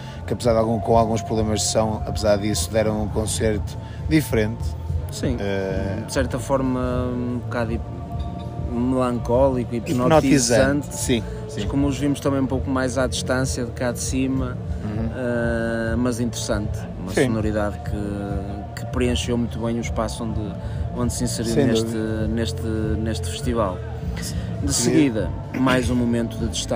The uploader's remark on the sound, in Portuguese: O Disco Ou Nada está pelas margens da praia fluvial do Taboão, na edição dos 30 anos do festival Vodafone Paredes de Coura!